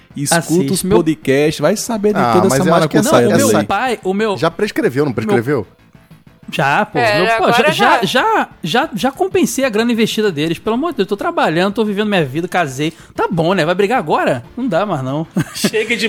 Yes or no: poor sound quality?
no